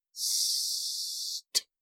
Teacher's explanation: That sibilant sound keeps going through the line until the T in the word rest puts an end to it.